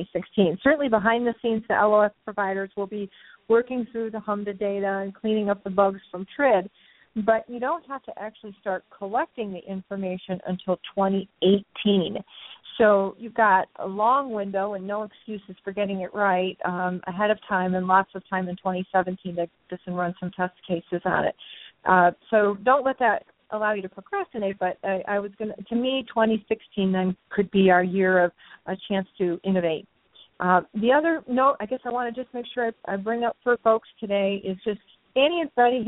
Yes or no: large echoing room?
no